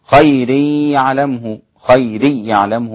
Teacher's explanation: الإمام خلف، يدغم بدون غنة